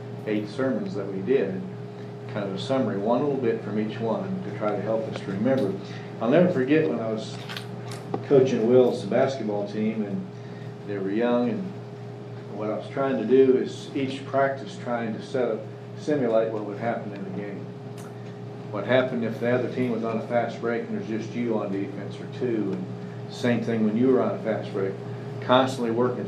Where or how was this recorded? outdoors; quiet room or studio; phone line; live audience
live audience